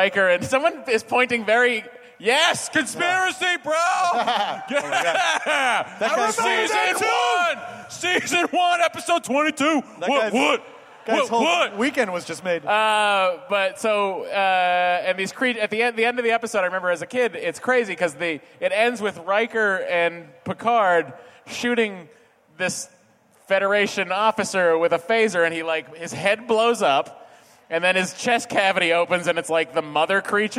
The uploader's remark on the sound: It's a nerdist hostful live from ID10T festival!